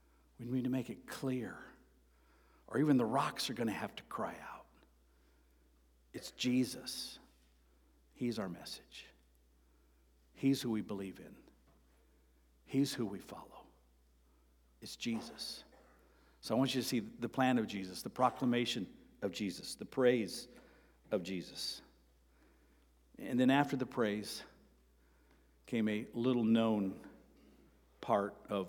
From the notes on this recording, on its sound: Sermon preached on April 2, 2023 (Palm Sunday) at Avondale Baptist Church.